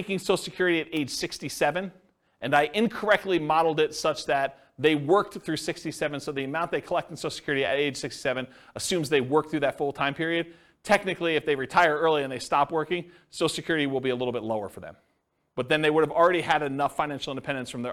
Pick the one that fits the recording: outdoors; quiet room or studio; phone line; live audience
live audience